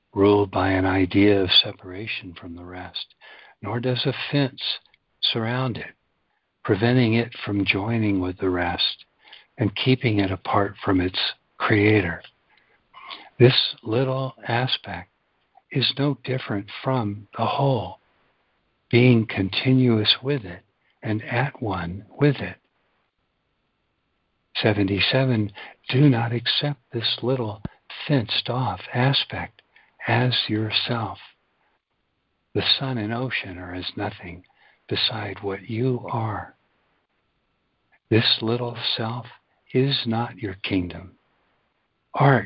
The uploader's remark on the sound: ACIM Daily Conference Call